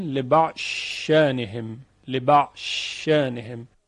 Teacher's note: ضاد ادغام میشه در شین